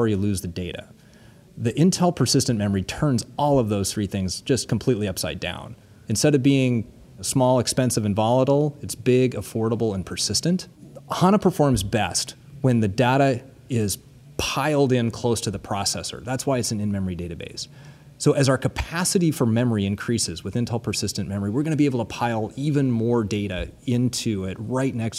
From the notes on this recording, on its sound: at SAPPHIRE NOW and ASUG Annual Conference 2017.